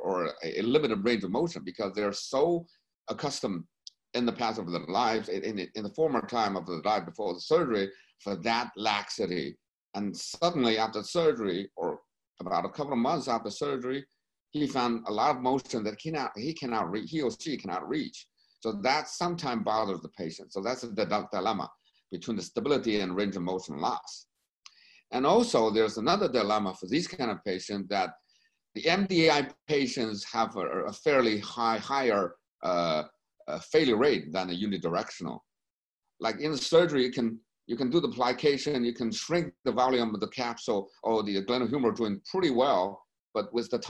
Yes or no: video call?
yes